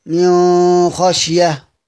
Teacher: نون ساكنة بعدها خاء، بينفرد سيدنا أبو جعفر بالإخفاء مع الغنة